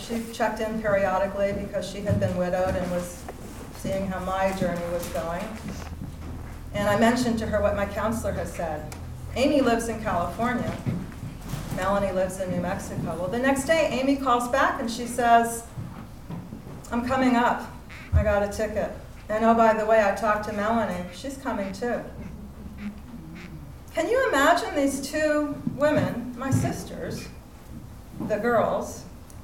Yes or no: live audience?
yes